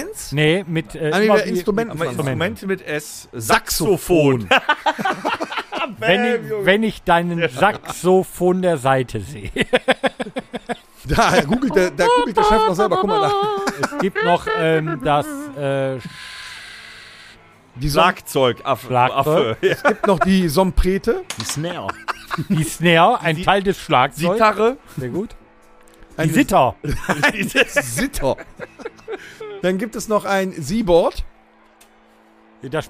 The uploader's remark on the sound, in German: Gestapelte Bierkisten, Kilometer von Kabeln, Boonekamp, Kippen…überall Irren Menschen umher…eine unglaubliche Geräuschkulisse….es ist stickig und warm…richtig, wir sind auf einem Festival. Heute senden wir live vom Benefiz Open Air Rock Sommer Nacht in Grevenbroich und alle schauen vorbei.